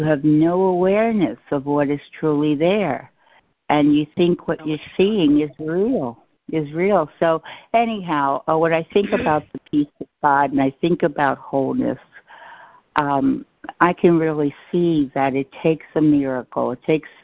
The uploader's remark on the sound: ACIM Daily Conference Call